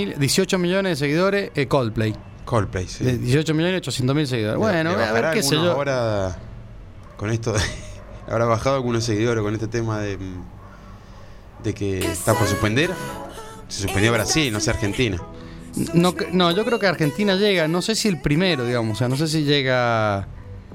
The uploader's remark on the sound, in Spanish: Charlamos por teléfono